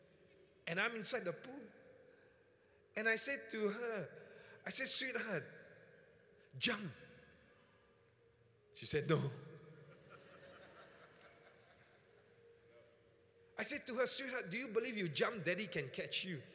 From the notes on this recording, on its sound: Preached at the Qodesh